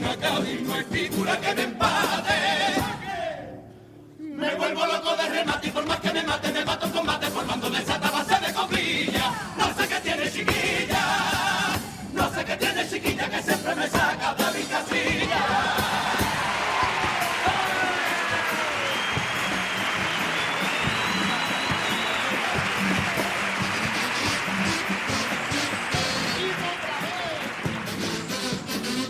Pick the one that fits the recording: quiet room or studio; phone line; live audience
live audience